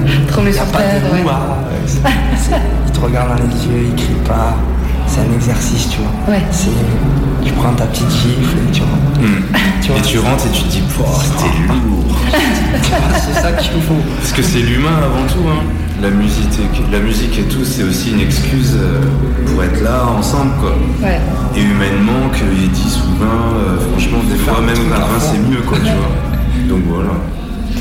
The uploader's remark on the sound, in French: Nous étions début septembre du côté de Montbrison pour la deuxième édition Urban Show. Un très bon moment partagé coupé par nos interviews que nous avons donné pendant le festival.